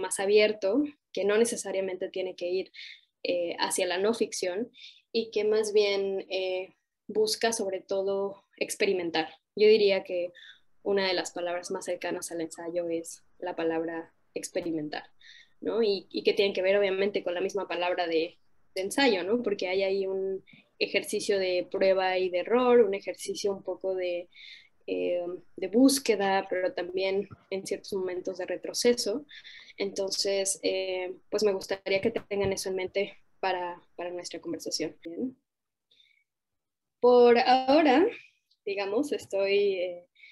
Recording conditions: video call